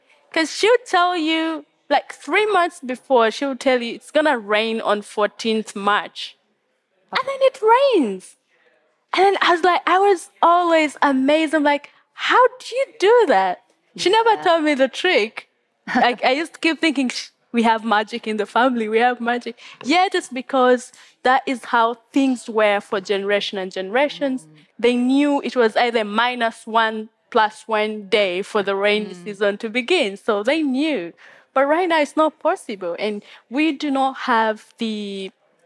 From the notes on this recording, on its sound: This Nordic Talks episode is the second of five special podcast episodes, recorded at COP28 in Dubai.